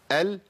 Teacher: انحرافها في اللسان، بمعنى ان انا عندي اللام بتخرج من طرف اللسان والمنطقه دي ومنطقه الحافه والحافه، وانا بجيب اللام بينحرف اللسان ناحيه الحافه · Term: الانحراف